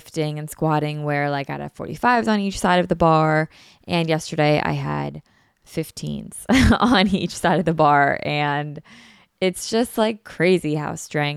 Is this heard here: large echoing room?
no